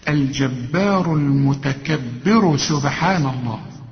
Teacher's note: المتكبر، طب هنا الراء مضمومة المتكبر، وقبلها برضو الراء مضمومة. المتكبر الراء نفخمها عند الوصل فقط، لكن إذا وقفت الراء مدام بيسبقها حرف مكسور وحتقف عليها ترققها تقول إيه المتكبر، شوف.